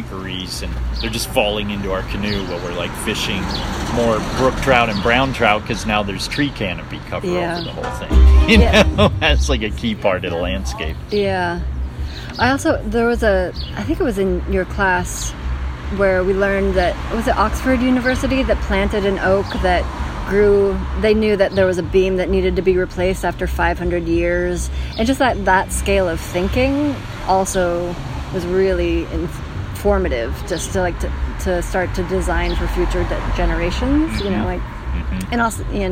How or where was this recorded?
busy venue